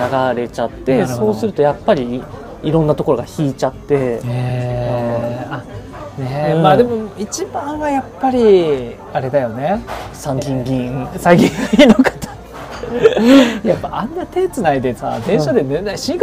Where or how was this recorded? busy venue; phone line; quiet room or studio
busy venue